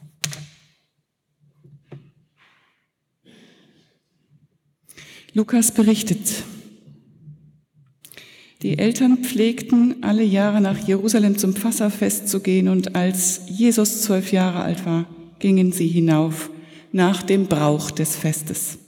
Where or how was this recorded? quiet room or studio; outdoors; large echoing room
large echoing room